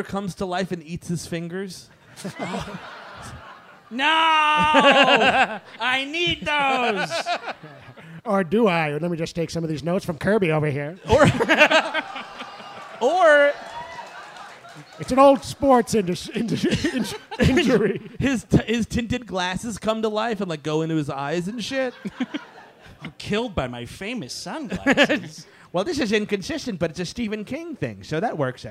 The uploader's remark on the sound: Live in Austin. Recorded at the North Door in Austin, Texas. The gang is live from Austin.